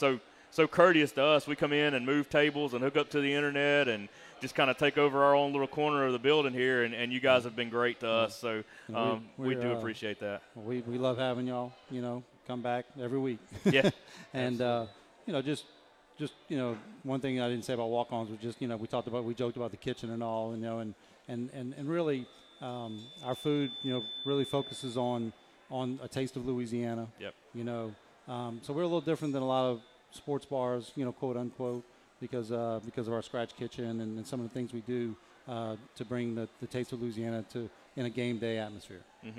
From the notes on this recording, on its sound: Recorded live 9/10/19 at Walk-On's Bistreaux & Bar for Tiger Talk.